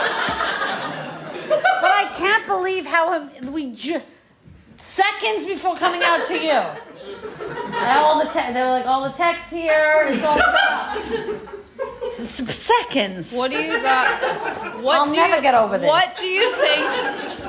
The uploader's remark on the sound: Lil taste of a slightly disastrous live show.